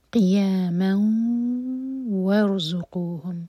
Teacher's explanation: قیاما میم پر جو تنوین ہے اس کے بعد ہے واو تو ہم اس کو آگے واو کے ساتھ مرج کریں گے. پڑھا جائے گا قیاما وارزقوہم، را ساکن ہیوی ہوگا، مبرکہ پڑھیں گے اور زا پر بزنگ ساؤنڈ.